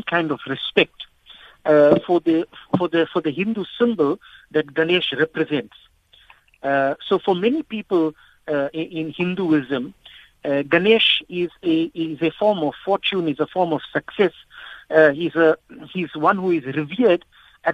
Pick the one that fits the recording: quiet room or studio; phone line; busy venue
phone line